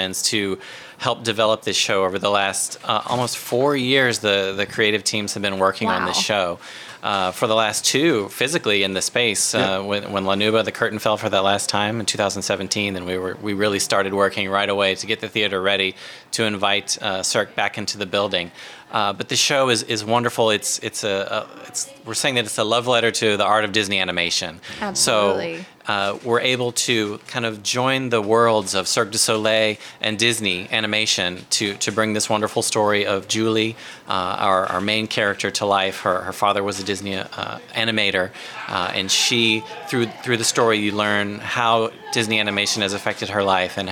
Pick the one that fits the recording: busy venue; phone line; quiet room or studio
busy venue